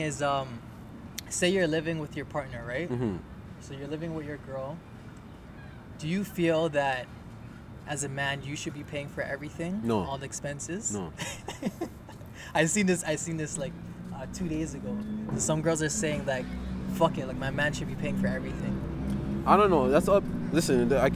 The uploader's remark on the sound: outside edition